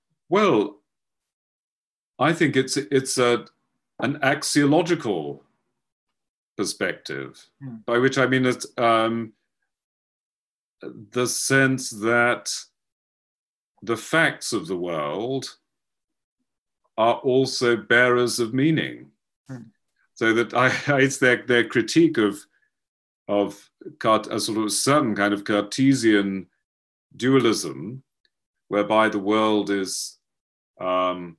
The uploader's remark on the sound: A webinar lecture. Part of our summer webinar series.